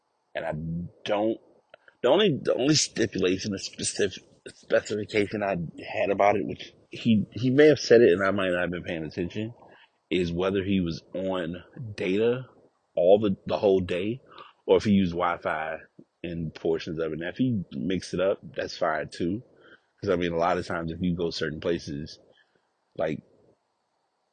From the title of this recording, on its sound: Walk Recording